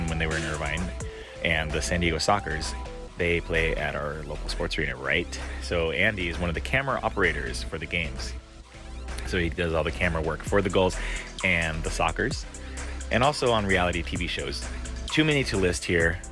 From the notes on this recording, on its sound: We sat down outside of Harvest Kitchen. Had to catch some of that vibe right into the microphone.